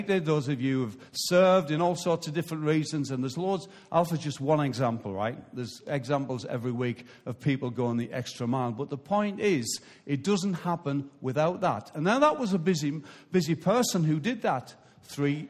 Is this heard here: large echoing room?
yes